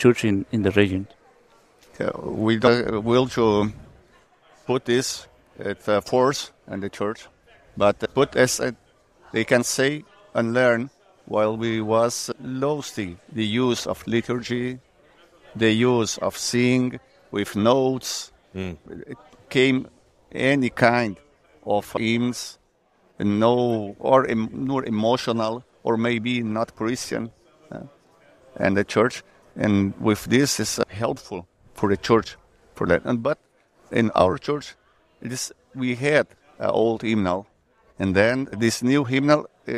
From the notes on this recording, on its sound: from the LCMS National Convention